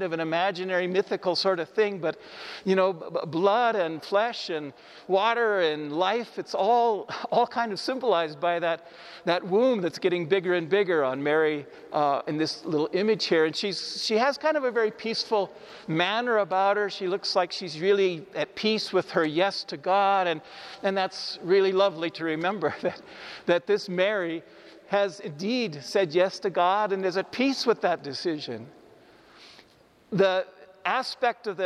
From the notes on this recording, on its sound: This homily was recorded in the Iglesia San Francisco in Cuenca, Ecuador. The audio is not the greatest because of the echo in the church.